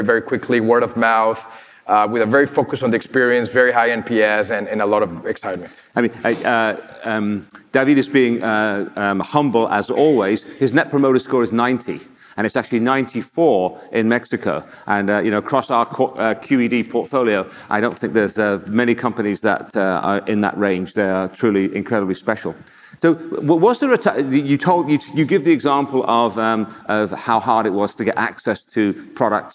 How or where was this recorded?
busy venue